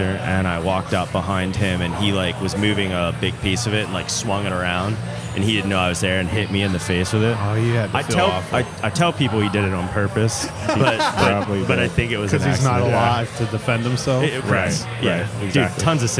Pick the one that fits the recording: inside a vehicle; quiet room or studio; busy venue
busy venue